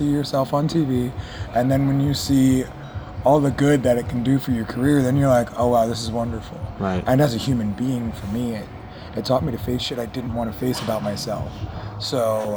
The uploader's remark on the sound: live interview from 2016's Dark History and Horror Con!